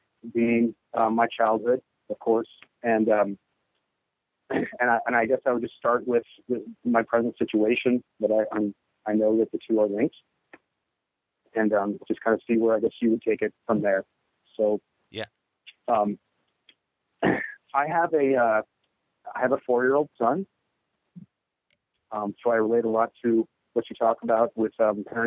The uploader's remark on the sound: Wednesday Call In Show. An incredibly brave listener calls.